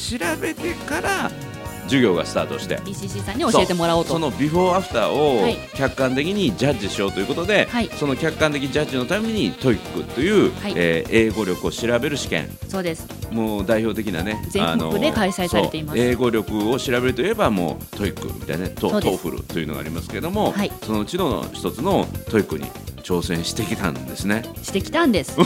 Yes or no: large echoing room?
no